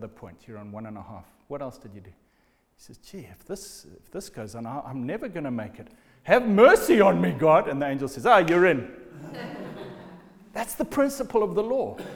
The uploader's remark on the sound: Recorded at the Lighthouse Bible School